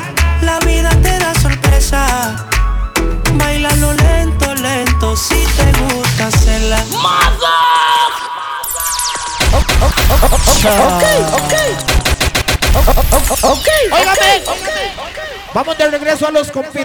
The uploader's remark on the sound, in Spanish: … - BAR NEW YORK - AUDIO LIVE